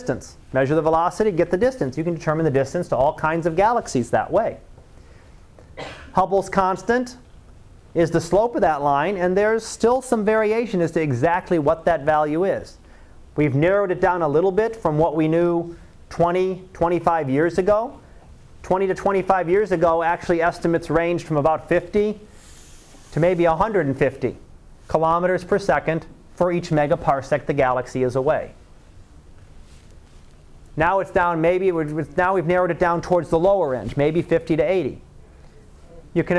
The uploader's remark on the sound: Live Class Lecture